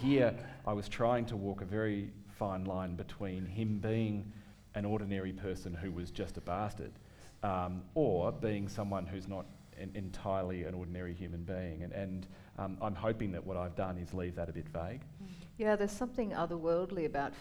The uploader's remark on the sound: In this session, which was recorded at the 2019 Newcastle Writers Festival